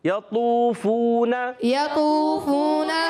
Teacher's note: صرف موٹا ہی نہیں رکھنا حرف مستعلیہ تو ہے حرف مطبقہ بھی ہے ایکسٹرا موٹا